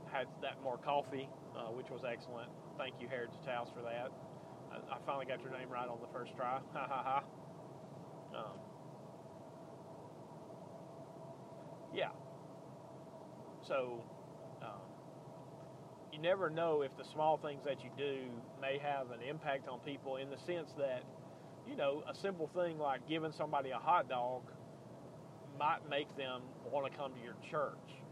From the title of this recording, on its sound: driving home from Tuscaloosa